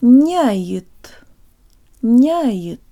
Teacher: the te is pronounced with the part of the tongue behind the tip. That's what makes contact with the roof of the mouth.